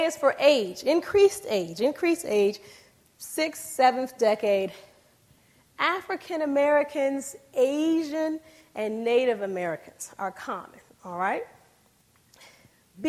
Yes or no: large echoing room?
yes